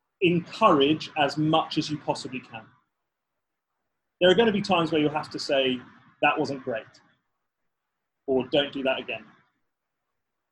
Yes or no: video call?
yes